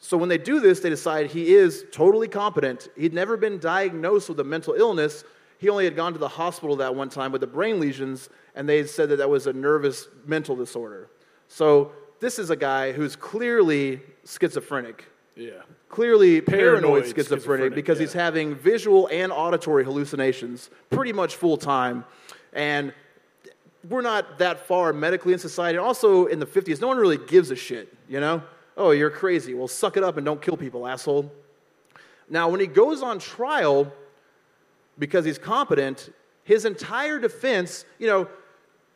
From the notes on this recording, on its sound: This live episode from deep in the heart of Texas.